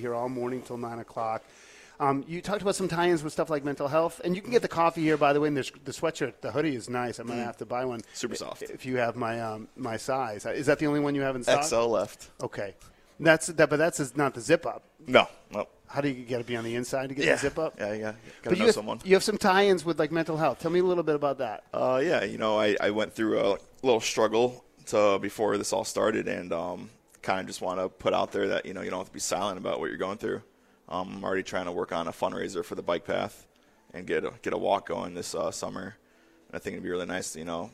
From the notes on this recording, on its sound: Daily Grind coffee shop where we were set up and broadcasting live from this morning